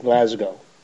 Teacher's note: And the S is kind of like a Z, Glasgow.